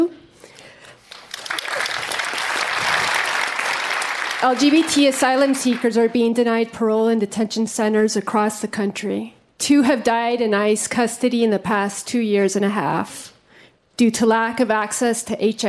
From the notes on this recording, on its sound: Answers questions during a live town hall. At The Novo in Los Angeles.